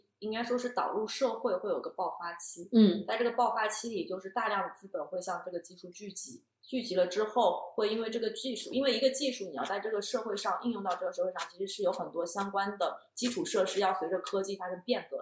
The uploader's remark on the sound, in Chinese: 音质依旧有点飘忽不定，但目前已经斥巨资在改善录音设备了。